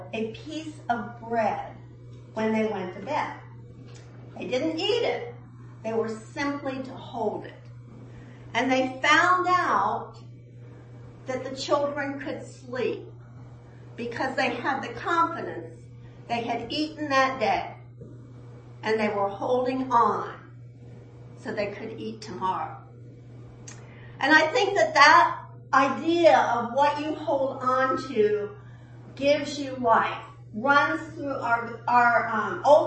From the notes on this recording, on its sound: at the 9AM service